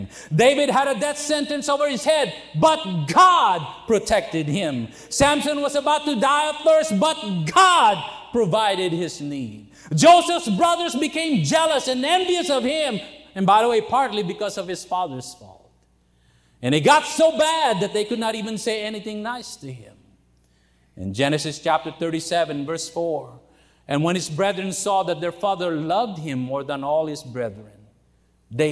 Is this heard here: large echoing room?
yes